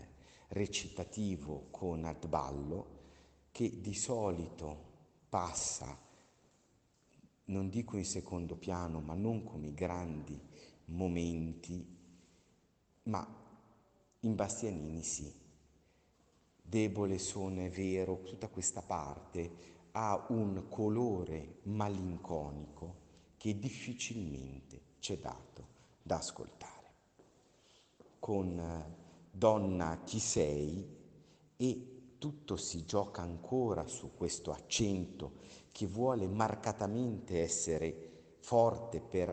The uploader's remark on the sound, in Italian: Registrazione effettuata dal vivo al Teatro Comunale di Firenze il 26 maggio 1961